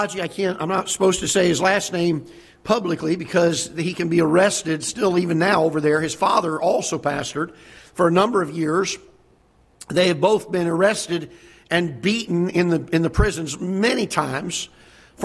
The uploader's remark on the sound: Ketha Heights Baptist Church ~ Live Broadcast